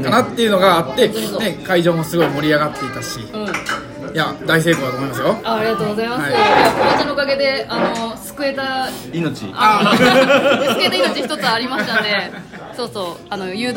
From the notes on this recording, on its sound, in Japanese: 打ち上げ in 鳥亭 白金高輪店。赤ちゃんの声が元気いっぱいの音声となっています。